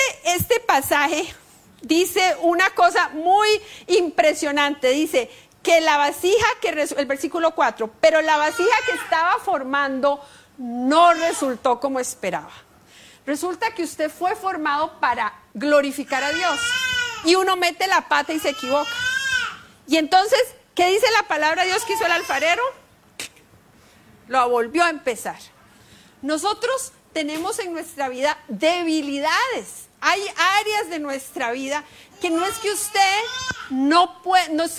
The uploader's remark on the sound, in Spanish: Tema en vivo lanzado por Facebook Live el día 4 de Marzo de 2023, en la Reunión Familiar de la Familia-Iglesia de Sydney, Australia.